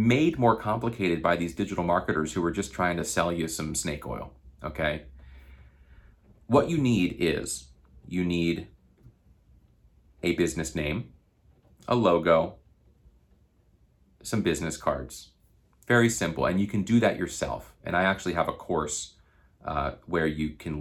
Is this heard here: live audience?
no